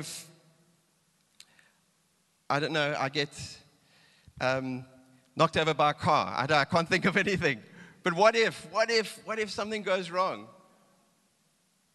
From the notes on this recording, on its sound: Recorded live on Sunday the 18th September 2022